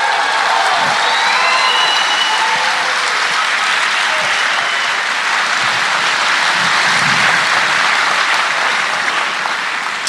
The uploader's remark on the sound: recorded live in Minneapolis